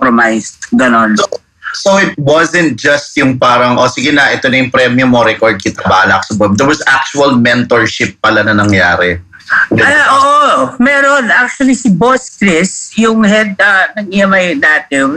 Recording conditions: video call